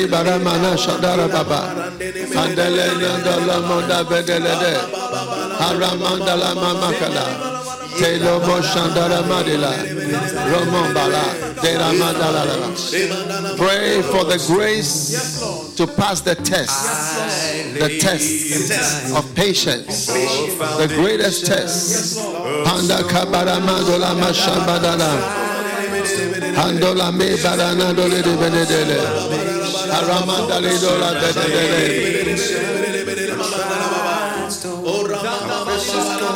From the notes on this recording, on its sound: Preached at FLOW Church Service.